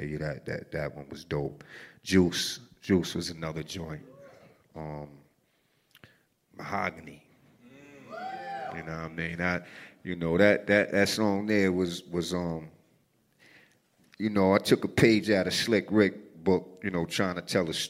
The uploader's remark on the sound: It was recorded at a WeWork space in Manhattan in front of a great crowd.